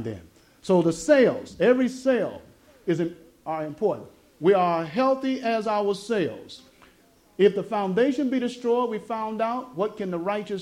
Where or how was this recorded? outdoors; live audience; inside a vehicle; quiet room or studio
live audience